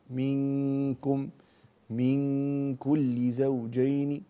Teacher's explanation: انتبه للنون عند الكاف بأن تلصق اللسان في مخرج الكاف في حالة الإخفاء